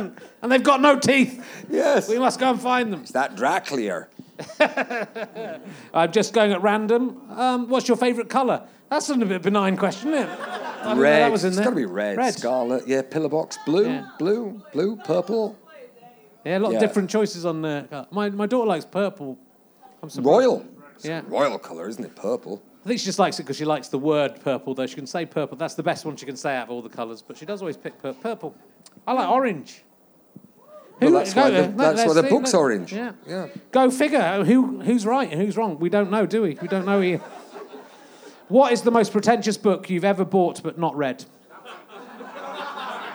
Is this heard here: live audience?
yes